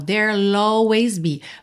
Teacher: deixa esse som do L aparecer bem pela ligação com a vogal